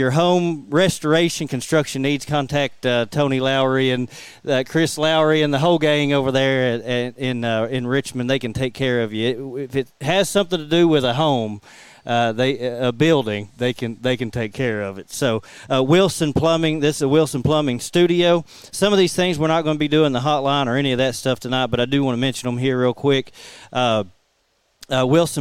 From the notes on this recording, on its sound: live from Graphic Impressions